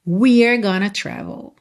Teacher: We're going to travel. E esse going to pode ser contraído também, pode virar uma palavra só, gonna